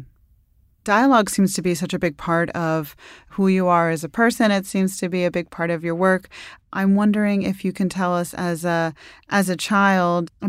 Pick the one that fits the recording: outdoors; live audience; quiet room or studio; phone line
quiet room or studio